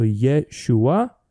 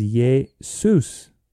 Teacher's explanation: Thus, the Hebrew name for Joshua, which is Yeshua, adds an S sound at the end, and B, it swaps the sh sound for an S, and thus it becomes Jesus